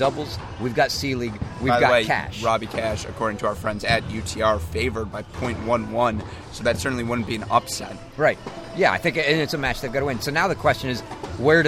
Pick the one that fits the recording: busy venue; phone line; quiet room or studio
busy venue